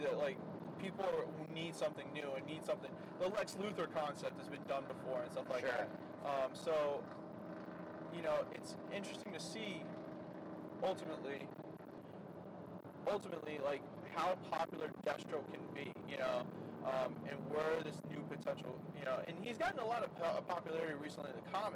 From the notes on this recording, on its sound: Apologies for the background noise since we recorded this in the car traveling.